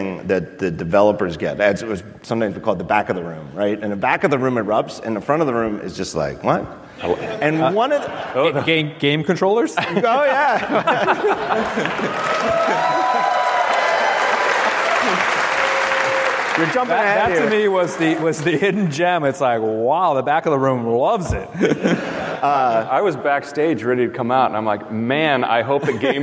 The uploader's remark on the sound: Live From WWDC 2019